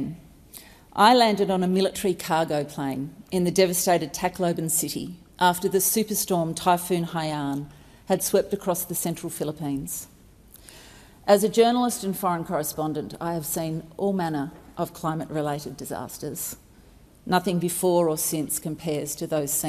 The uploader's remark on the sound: Recording took place in the House of Representatives on July 26, 2022.